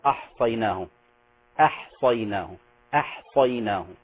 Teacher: الصاد من حروف الاستعلاء أو التفخيم، الحاء استفالة أو ترقيق